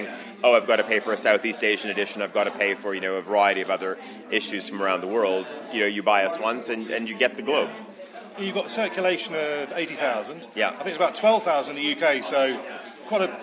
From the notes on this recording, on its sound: speaking at the tenth anniversary conference in London